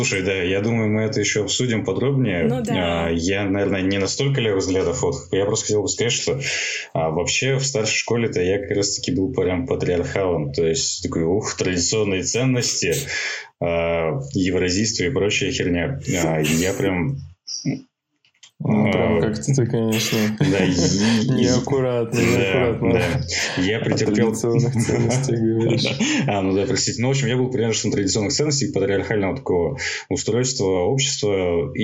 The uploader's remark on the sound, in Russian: С нашей новой гостьей мы записывались удаленно, находясь на самоизоляции и в режиме повышенной готовности.